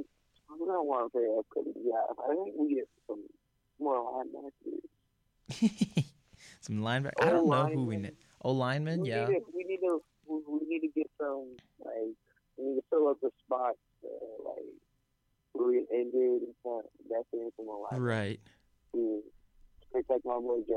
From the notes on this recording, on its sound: joins the show as a live caller